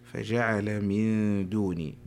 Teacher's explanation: نعم، في قول الله تبارك وتعالى فجعل من دوني، ما حكم النون في قوله تعالى من دوني؟ نون ساكنة أتى بعدها حرف الدال، والدال من حروف الإخفاء